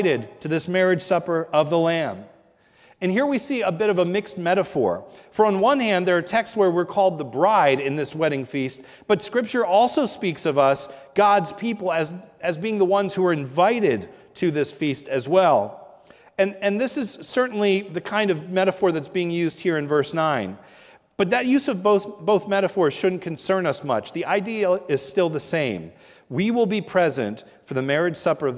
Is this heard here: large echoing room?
yes